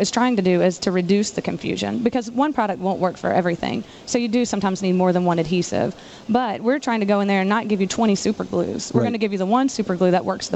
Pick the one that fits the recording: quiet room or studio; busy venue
busy venue